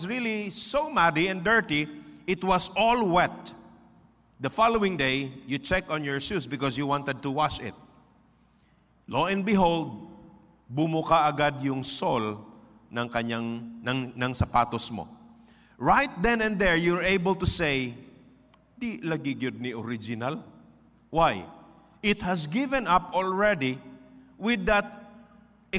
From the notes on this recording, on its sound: This podcast was recorded live. At Zamboanga City Alliance Evangelical Church.